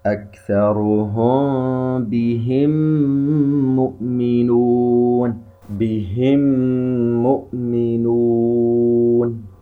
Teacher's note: ميم ساكنة وبعدها حرف الميم إدغام شفوي، نظهر الغنة هنا بقدر حركتين